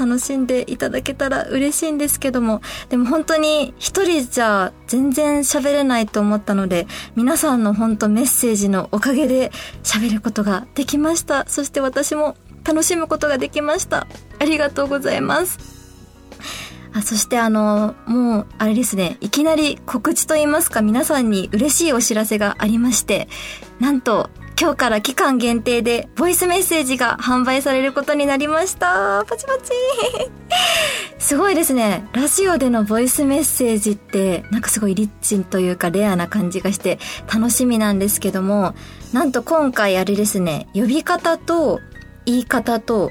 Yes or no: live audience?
no